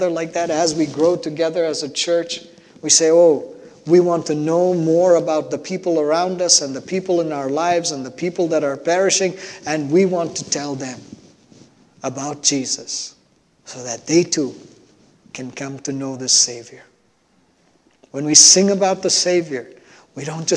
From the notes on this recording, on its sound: at New Life Fellowship Church, Concord, NC, on Sunday, December 5, 2021